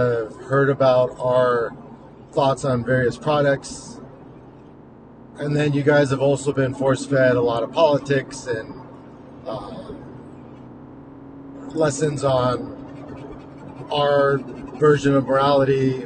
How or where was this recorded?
inside a vehicle